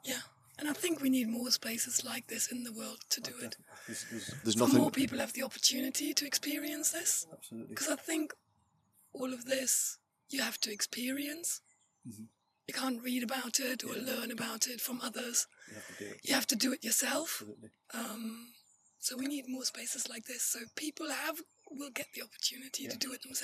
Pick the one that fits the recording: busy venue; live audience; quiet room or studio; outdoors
outdoors